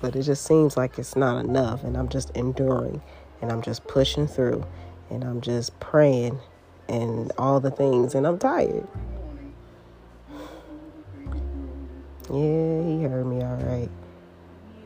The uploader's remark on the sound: Excuse the noise in the back.